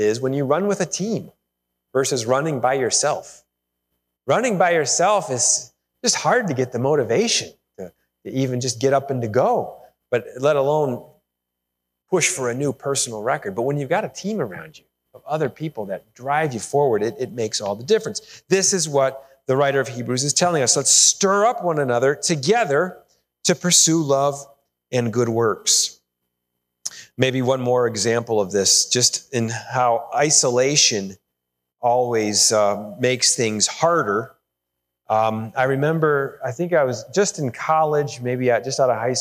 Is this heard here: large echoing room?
yes